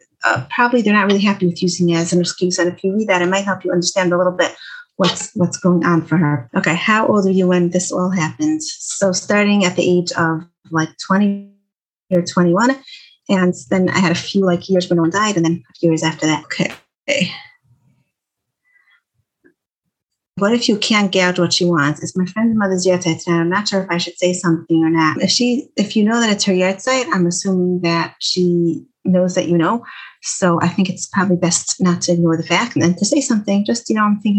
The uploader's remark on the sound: Zoom talk for teens given through Project Light.